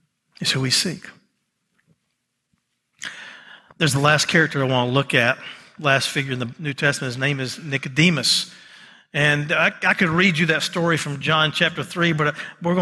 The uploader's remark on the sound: the message recorded live on January 15 at Covenant